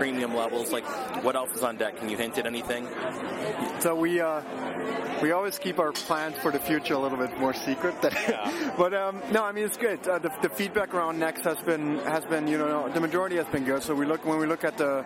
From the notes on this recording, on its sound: Recorded at the SoundCloud x Tumblr Creator Clubhouse community meet up event at SXSW 2013.